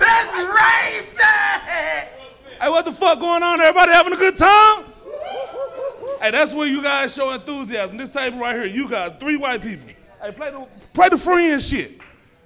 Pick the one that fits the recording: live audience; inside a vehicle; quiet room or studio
live audience